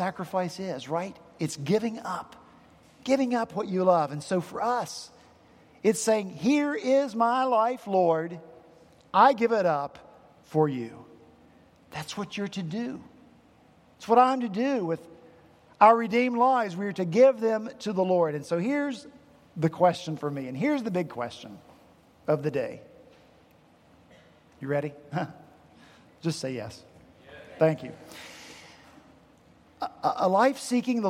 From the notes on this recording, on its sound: at Redeemer Presbyterian Church in Charleston, SC.